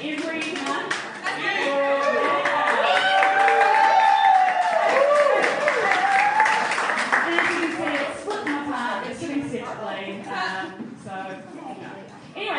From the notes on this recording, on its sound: Recorded live at The Basement Theatre November 23rd 2017.